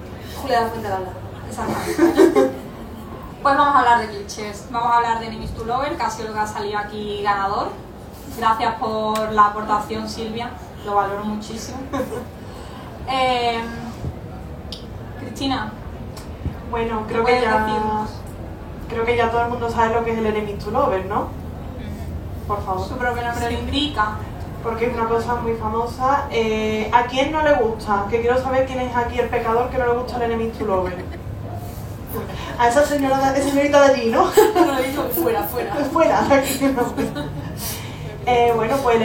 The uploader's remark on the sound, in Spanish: Parte del equipo de Literatura juvenil para escritores viaja hasta Sevilla para hacer un pódcast en directo. Andalucía Reader Con 2023.